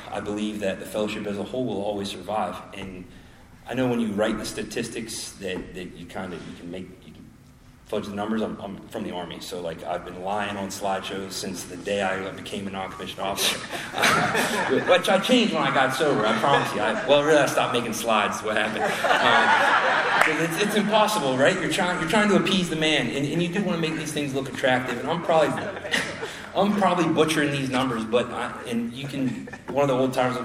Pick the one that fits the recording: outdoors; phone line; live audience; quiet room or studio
live audience